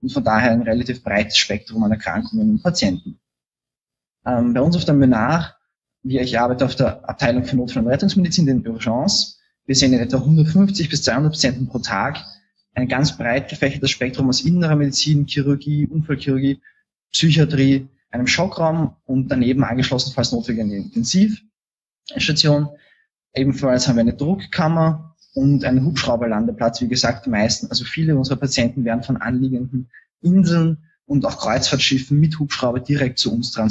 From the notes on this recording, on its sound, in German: Auf der französischen Insel «Martinique» in der Karibik. Via Live-Schaltung.